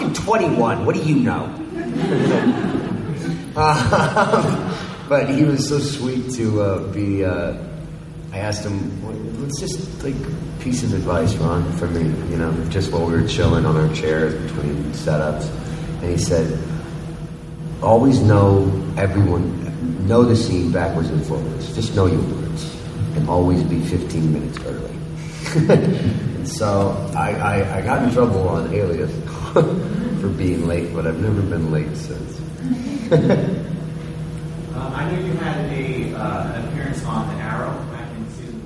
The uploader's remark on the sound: exclusive fan panel from Houston Comicpalooza